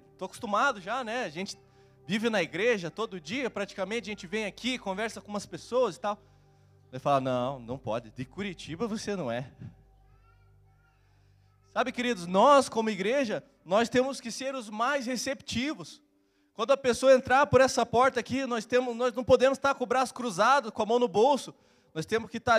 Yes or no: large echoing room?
yes